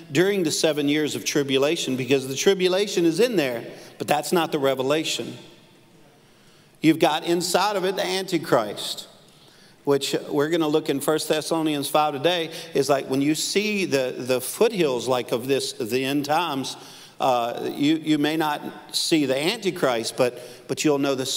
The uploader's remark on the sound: Live at NLC Conway.